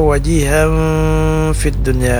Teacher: Kemudian ada ikhfa pada kata wajiham fid dunya, ada fathatain atau baris dua di atas bertemu dengan huruf fa, ini namanya ikhfa ya, ikhfa hakiki, panjangnya 4 harakat